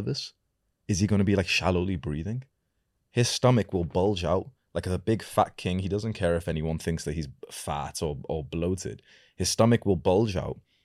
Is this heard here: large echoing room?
no